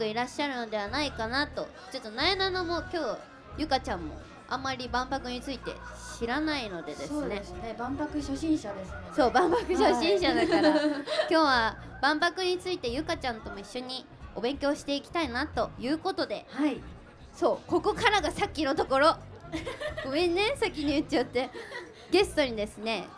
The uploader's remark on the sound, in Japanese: ABCラジオまつりでの公開収録の模様をお届け！万博記念公園で行われた「ABCラジオまつり2023」での公開収録の模様をお届けいたします！